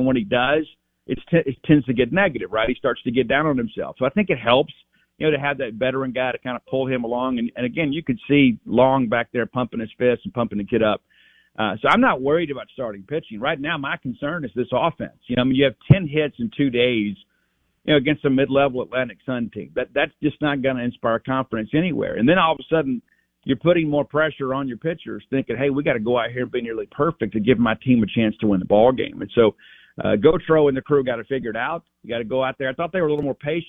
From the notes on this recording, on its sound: Joins the show on the Farm Bureau guest line talking all things Bulldog sports live in the BankPlus Studio.